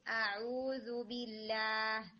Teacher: سب سے پہلے تو جیسے آپ نے استعادہ کو شروع کیا نا، تو آپ کے حمزہ کی جو فتحہ ہے وہ تھوڑی ٹیڑھی جا رہی تھی، یعنی اعوذ، تو اس کو اے کر کے نہیں پڑھنا، بالکل سٹریٹ فتحہ رکھیں گے.